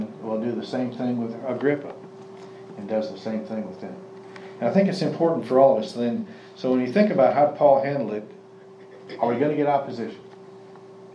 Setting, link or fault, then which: setting, live audience